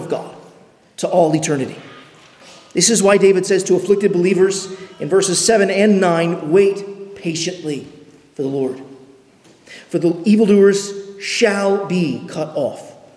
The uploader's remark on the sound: at Arlington Baptist Church in Arlington, Virginia